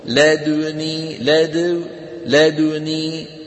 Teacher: الوجه الأول إشمامها الضم بعد إسكانها، يعني بسكن وبشم لا دوني، هكذا انظروا لا دوني لا دو لا دوني، يعني هكذا يفعل رحمه الله. · Term: الإشمام